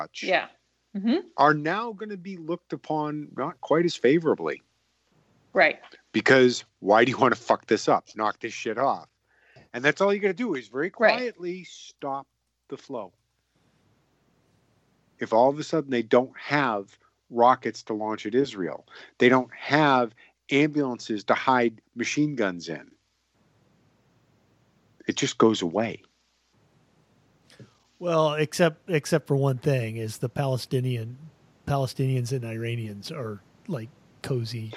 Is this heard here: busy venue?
no